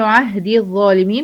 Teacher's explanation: بدخل من الدال المكسورة على الظاء المشددة، بقول عهدي الظاء دي الظاء.